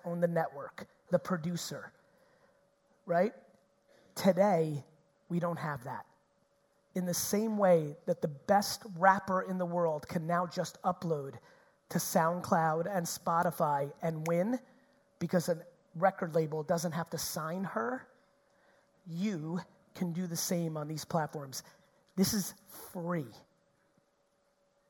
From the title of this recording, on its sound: Auckland 2019 Keynote